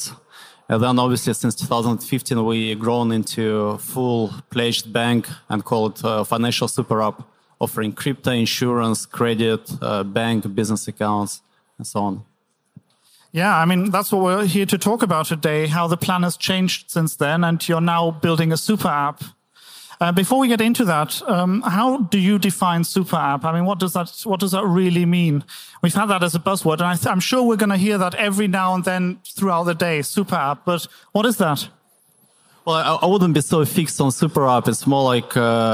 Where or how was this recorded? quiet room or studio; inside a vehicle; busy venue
busy venue